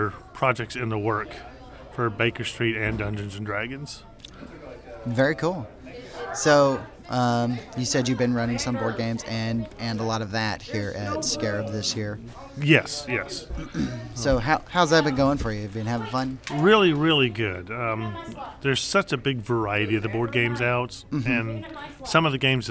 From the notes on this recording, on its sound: Recorded at ShushCon